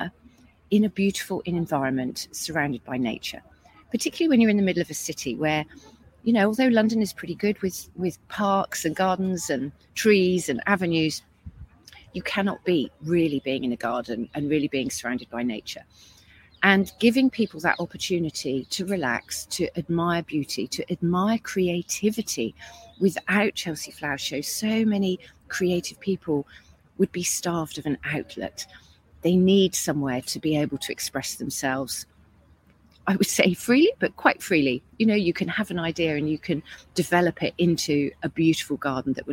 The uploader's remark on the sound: Recorded this podcast LIVE during her week at Chelsea Flower Show with her client The Newt in Somerset.